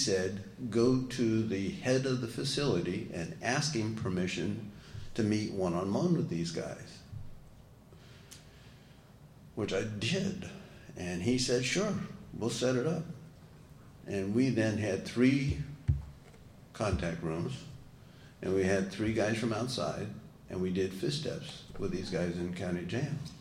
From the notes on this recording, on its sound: tells his story at We Are Not Saints Conference in Skokie IL on January 15, 2017